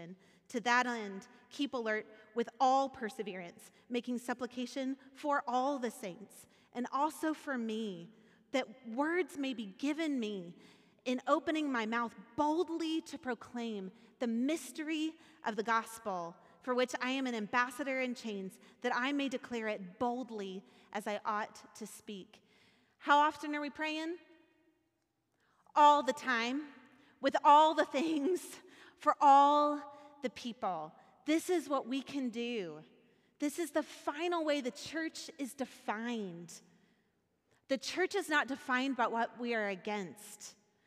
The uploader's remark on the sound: Recorded at our Sunday service on November 27th, 2022 in Port Orchard Washington.